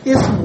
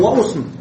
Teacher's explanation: اسم وهو المشهور، أسم بالضم في لغة ضعيفة